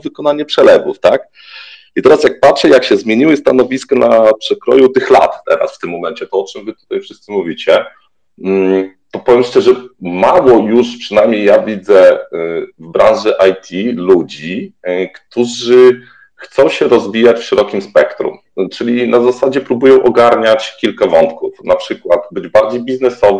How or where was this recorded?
video call